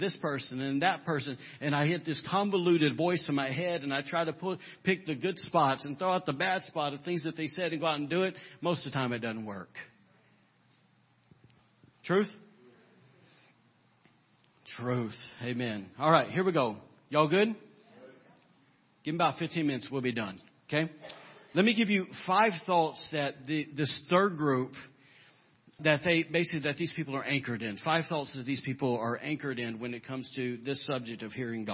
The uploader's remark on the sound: was recorded on April 30, 2017 during Sunday morning service at Celebration Life Family Church